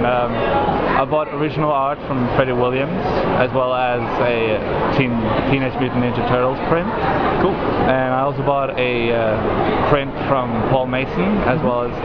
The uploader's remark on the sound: talks to the punters at Oz Comic-Con in Melbourne